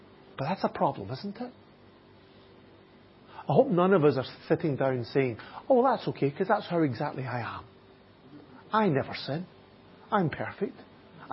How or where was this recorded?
large echoing room